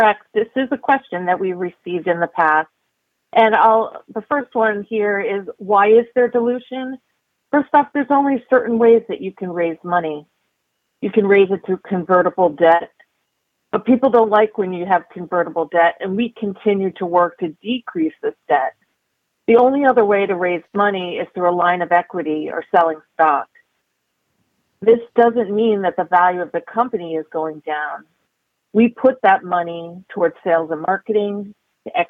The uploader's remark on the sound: Investor Conference Call